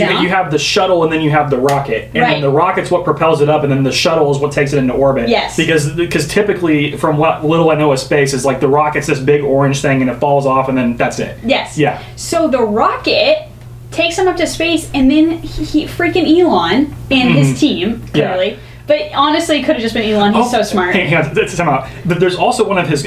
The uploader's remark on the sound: our SD card filled up towards the end of the episode, so we had to use the camera mic for the last portion, sorry!